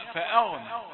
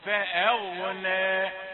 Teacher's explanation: يرقق الهمزة ويفخم الغين · Shown in: second take